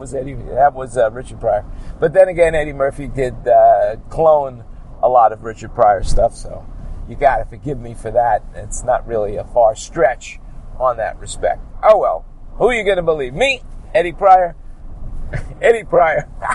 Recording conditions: inside a vehicle